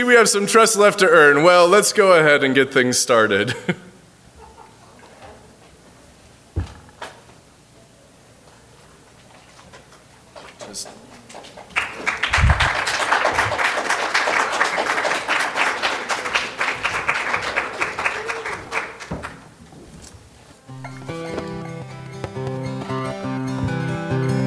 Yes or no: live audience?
yes